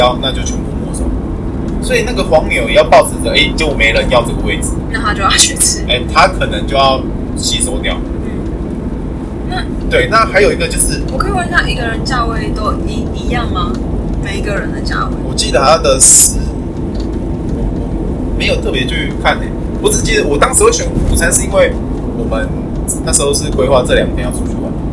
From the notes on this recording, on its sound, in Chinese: 這次在車上錄音的，所以音質很差